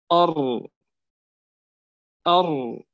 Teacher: هو ارتعاد طرف اللسان بالراء طبعا ارتعادا خفيا نتيجة ضيق المخرج · Term: التكرير